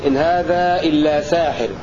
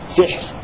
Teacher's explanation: وقرأ الباقون بحذف الألف سحر في المواضع الثلاثة بكسر السين وسكون الحاء وحذف الألف · Shown in: second take